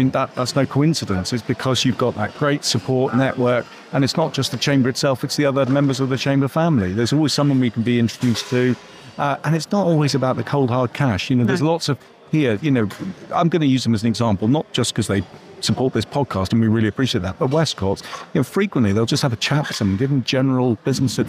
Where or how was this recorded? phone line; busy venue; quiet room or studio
busy venue